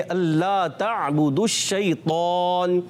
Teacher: عین کی ادائیگی کلیئر کرنی ہے حلق کے درمیان والے حصے سے، اور عین کی ادائیگی تا کو عین سے ملائیں گے.